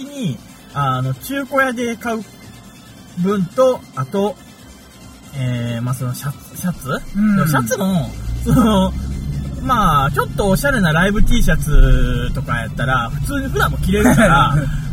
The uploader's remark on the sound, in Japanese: 久々の車内収録